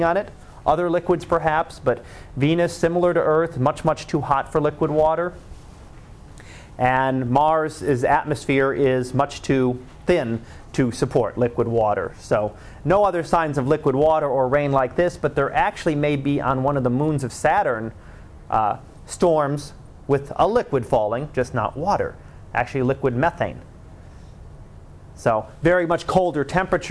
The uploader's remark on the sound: Live Class Lecture